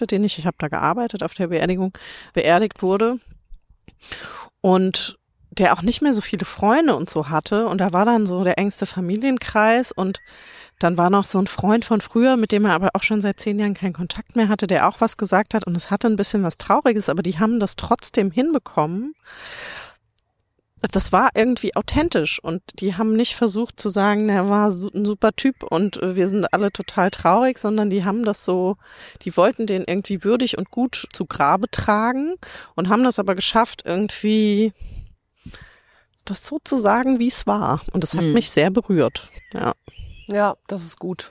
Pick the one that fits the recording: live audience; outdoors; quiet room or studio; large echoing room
outdoors